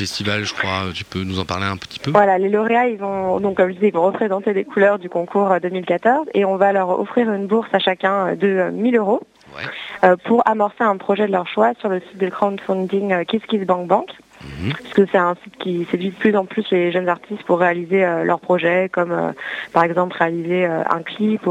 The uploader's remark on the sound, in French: Au t&amp;eacute;l&amp;eacute;phone, pour en parler! Au t&eacute;l&eacute;phone, pour en parler!